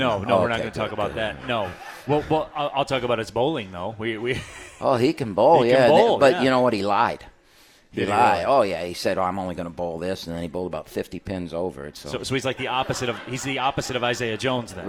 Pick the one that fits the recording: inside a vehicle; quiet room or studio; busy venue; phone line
busy venue